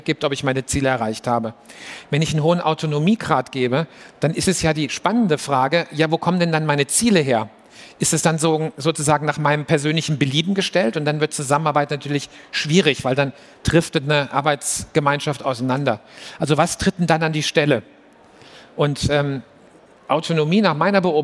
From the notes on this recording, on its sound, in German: Live aufgezeichnet auf der Mainstage der COPETRI CONVENTION 2023